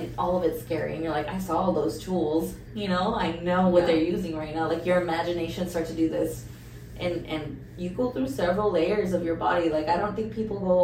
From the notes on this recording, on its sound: We did have some audio troubles for this episode and apologize for any drop in quality.